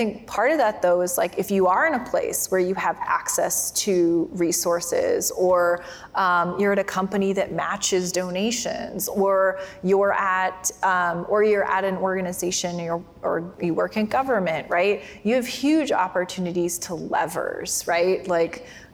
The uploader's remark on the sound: We are listening in on a conversation. During the Crosscut Ideas Festival in Seattle.